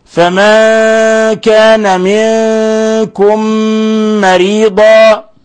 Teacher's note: ميم ساكنة جاء بعدها ميم متحركة، أدغمنا الميم الأولى في الميم الثانية، يسمى هذا الإدغام إدغام مثلين صغير.